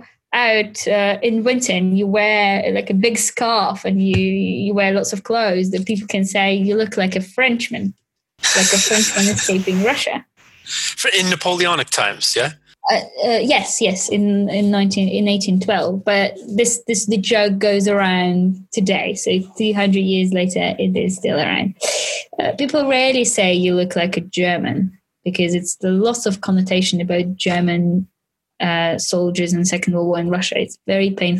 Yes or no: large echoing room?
no